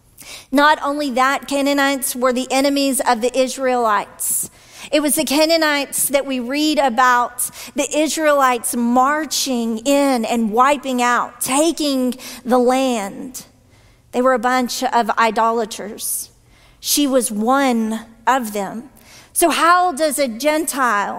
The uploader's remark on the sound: this week's sermon from our traditional worship service